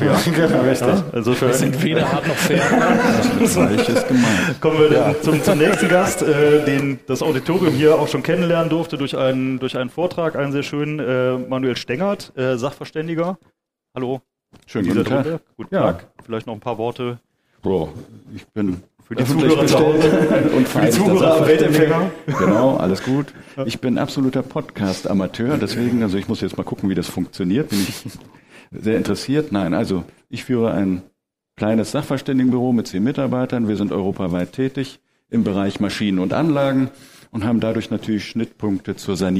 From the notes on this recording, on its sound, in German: Live auf der Eröffnung der Belfor DeHaDe Filiale in Frankenthal